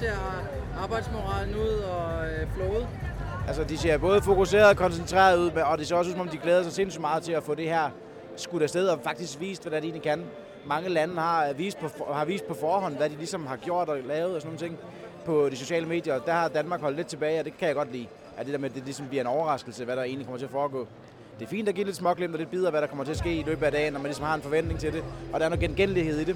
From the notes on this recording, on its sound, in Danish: Bocuse d'Or 2023 del. 3 Live fra Lyon. Hør med live fra Lyon.